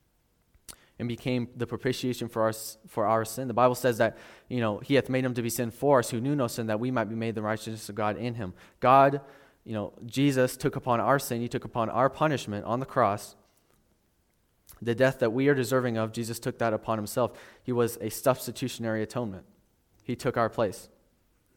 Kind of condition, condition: setting, large echoing room